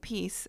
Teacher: You have P, which is a hard P, it's a plosive.